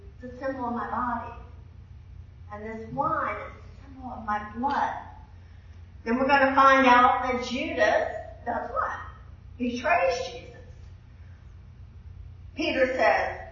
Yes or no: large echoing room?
yes